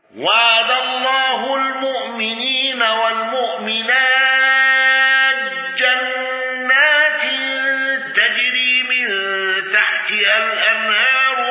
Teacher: خلف عن حمزة بالسكت على أل وترك الغنة